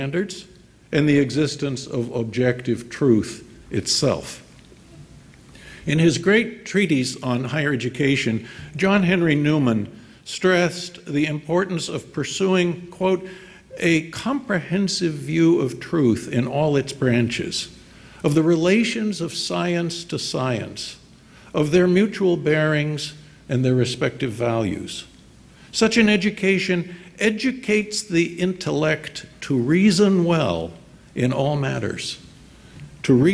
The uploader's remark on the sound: delivered remarks at IWP's Commencement ceremony on May 18, 2019, at the Fairmont Hotel in Washington, D.